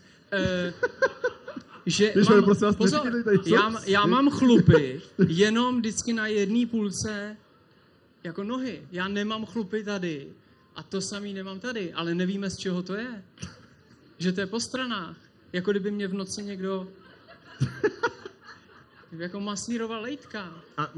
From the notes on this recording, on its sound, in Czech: 16 - Na dotek (ŽIVĚ). Proběhl náš první podcast před publikem, které zaplnilo holešovický Vnitroblock tak, že se někteří nevešli. A omlouváme se i za horší kvalitu zvuku.